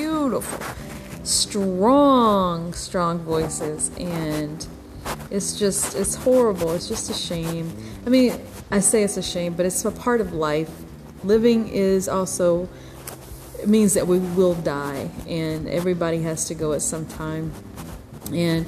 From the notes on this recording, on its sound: Sorry about the white noise on this episode!